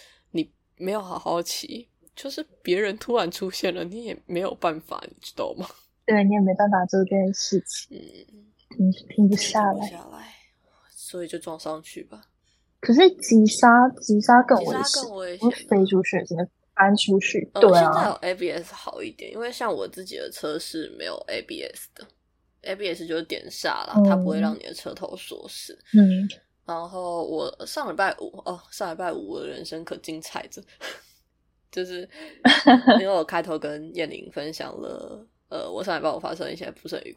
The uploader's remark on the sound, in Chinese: 本集訊號較糟糕，敬請見諒